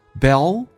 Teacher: D 去掉，这叫略音，后面是以辅音开头，前面的辅音不用发音